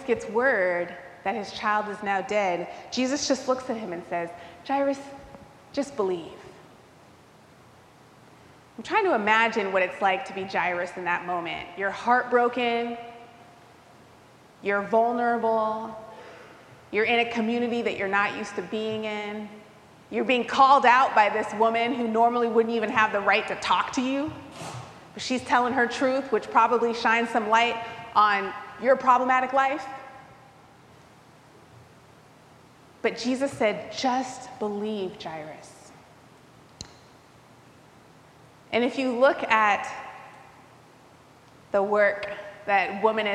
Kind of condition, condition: setting, live audience